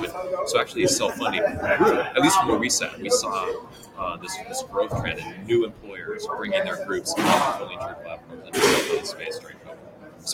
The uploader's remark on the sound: LIVE from Engage. Live at the SIIA 2022 Engage Conference.